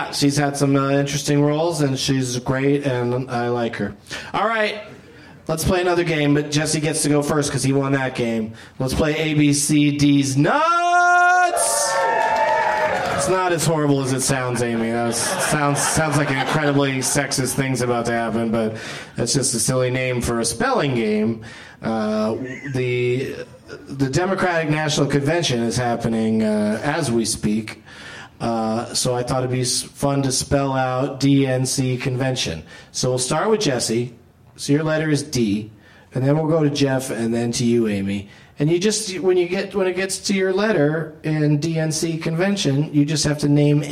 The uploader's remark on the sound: Live from the Traverse City Film Festival